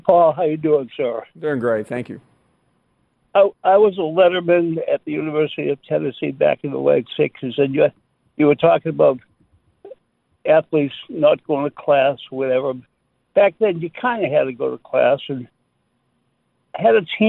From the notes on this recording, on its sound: Of course more of your phone calls.